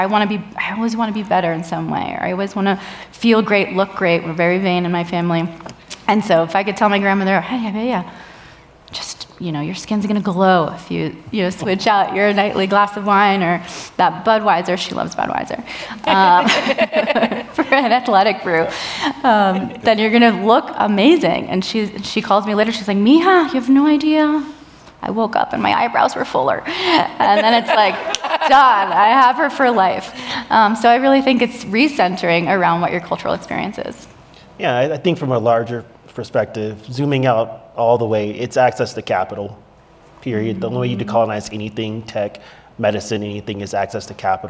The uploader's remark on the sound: An expert panel from Aspen Ideas: Health breaks down sober curiosity for an audience at the festival.